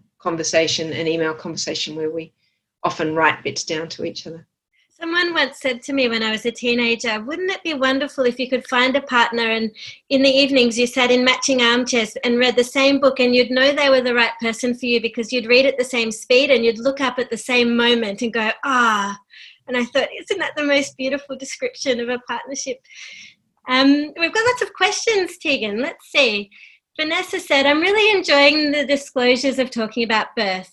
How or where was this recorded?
video call